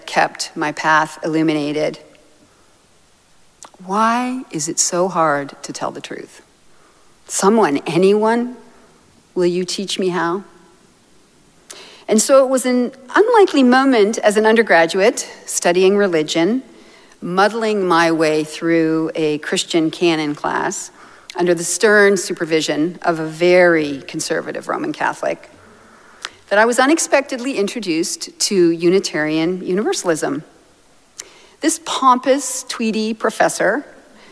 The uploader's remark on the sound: Recorded live at Arlington Street Church, Sunday, November 26, 2023.